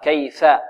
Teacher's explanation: الفاء تخرج من بين الثنايا العليا وباطن الشفة السفلى، ولذلك بعض الطلاب يخرجها ليس من باطن الشفة وإنما من ظهر الشفة، هكذا يقول فاء، كيف، خطأ هذا، كيف، هذا الباطن.